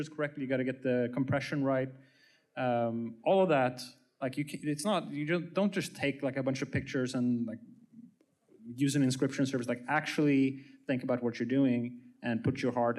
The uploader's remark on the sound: Ordinals 2023 Panel: Collections. Recorded Live in Miami Beach at the Ordinals 2023 Conference.